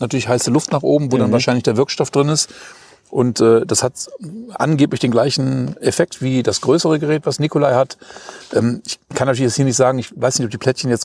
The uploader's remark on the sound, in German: Wir haben uns in Bad Kötzting am Weißen Regen getroffen. Der Ton hört sich auch etwas anders an, wir haben uns nämlich direkt an den Fluss gesetzt und mit unserem mobilen Equipment aufgenommen - hört ihr die Grillen im Hintergrund?